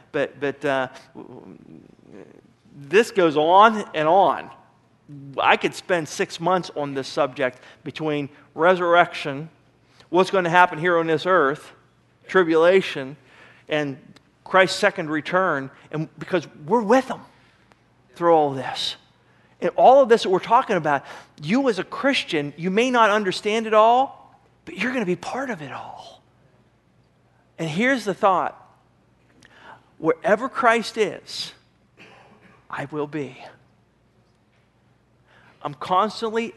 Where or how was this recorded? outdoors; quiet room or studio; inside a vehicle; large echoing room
large echoing room